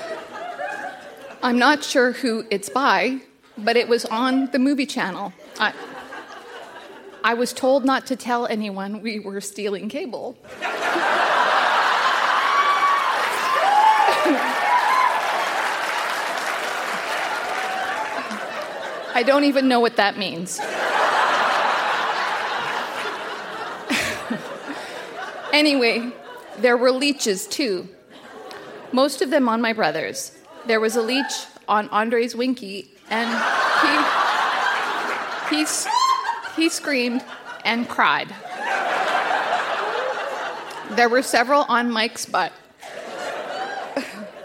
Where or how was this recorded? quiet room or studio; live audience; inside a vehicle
live audience